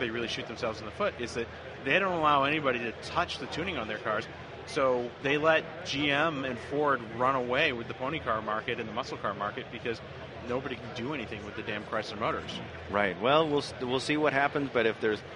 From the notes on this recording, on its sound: Once again live from SEMA